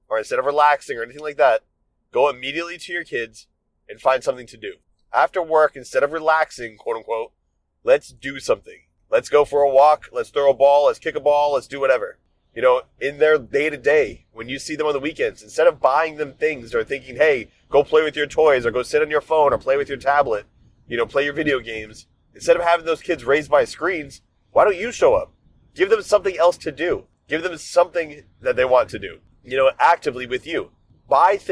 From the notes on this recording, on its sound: In this episode I recorded some thoughts I had while driving home